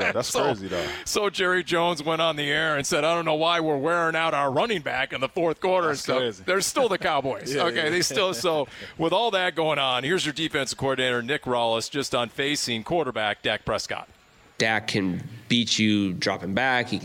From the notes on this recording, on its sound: live from the Top Golf Swing Suite at Gila River Resorts & Casinos, Wild Horse Pass.